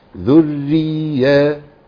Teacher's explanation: ذري شدة بكسرة، يبقى أنا مش محتاج نفخ · Term: مرققة